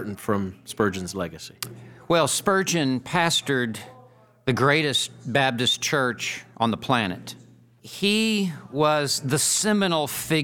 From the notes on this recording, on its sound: Recorded live at Ligonier’s 2018 West Coast Conference.